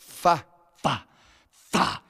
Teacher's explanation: La F se pronuncia apoyando los dientes de arriba sobre el labio inferior.